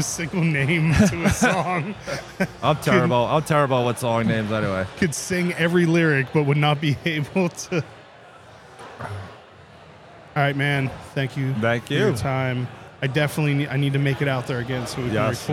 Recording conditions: busy venue